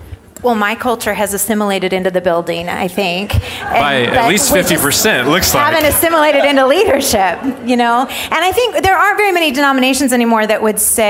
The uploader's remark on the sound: a live podcast recording with a panel of pastors